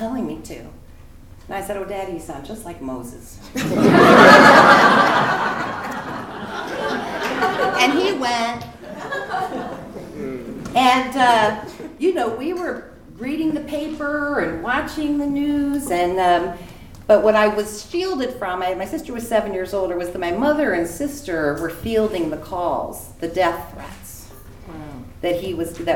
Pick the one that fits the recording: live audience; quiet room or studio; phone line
live audience